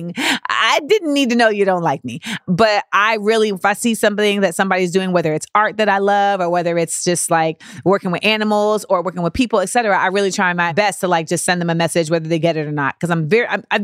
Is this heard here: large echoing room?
no